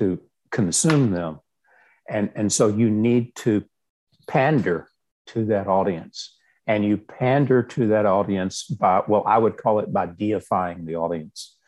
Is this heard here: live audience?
no